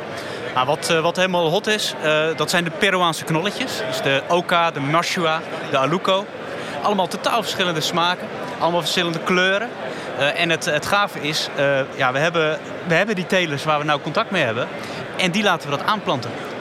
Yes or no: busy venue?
yes